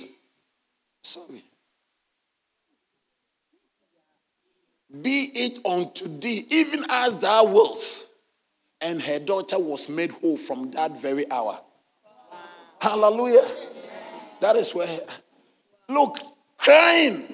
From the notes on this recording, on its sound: Sermon delivered on Sunday, October 22, 2023, at LCI Mega-Church in Cape Town, South Africa.